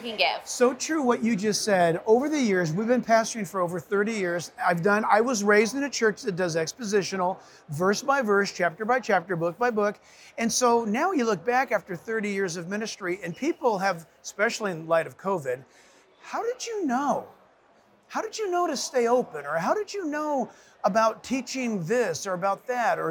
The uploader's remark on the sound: sits down at the NRB Conference